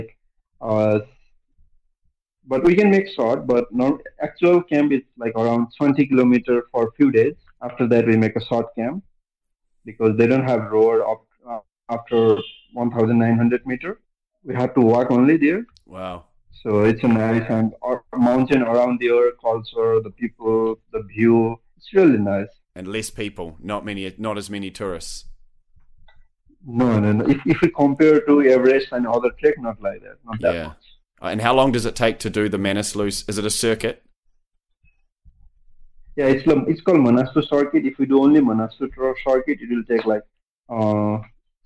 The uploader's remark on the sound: Unedited phone interview.